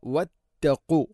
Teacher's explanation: ഖാഫ് തൊണ്ടയുടെ മുഗൾ ഭാഗവും കഴിഞ്ഞ് ചെറുനാക്കാണ് മഖ്റജ്